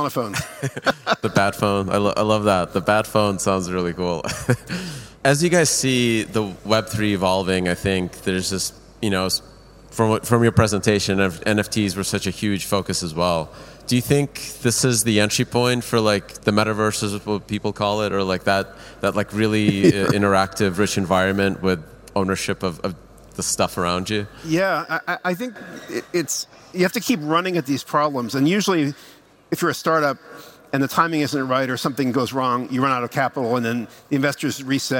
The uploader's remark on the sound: Live from Breakpoint 2021